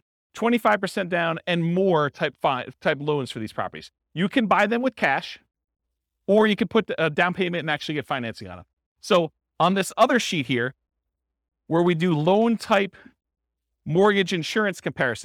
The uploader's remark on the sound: This was a live class recorded